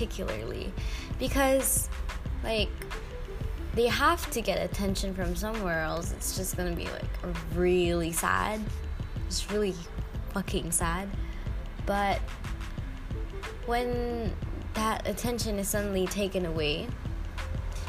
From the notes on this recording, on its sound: might be a little background noise, sorry